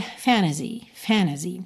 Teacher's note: Especialmente numa pronúncia mais americana, né? Que há essa tendência de quando a gente tem N, T e uma vogal, eliminar esse T e juntar direto o N na vogal. Então, fantasy é uma possibilidade de pronúncia.